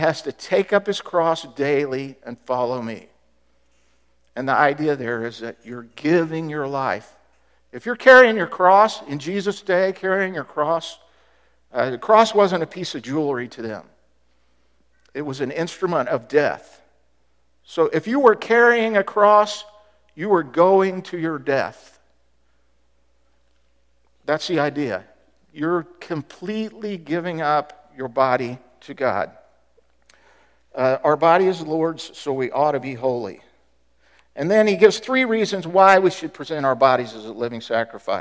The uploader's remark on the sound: Was recorded at The Calling Community Church located in Platte City, Missouri. Services are held at 10:30 AM in the Platte County High School School Auditorium.